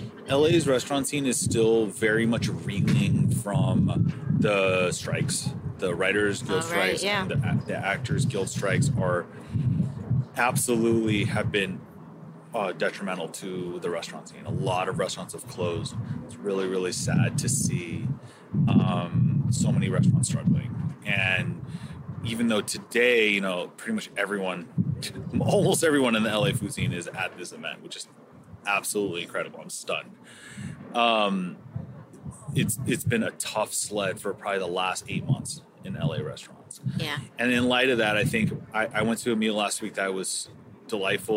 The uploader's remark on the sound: “On the Road” at the LA Chef Conference 2023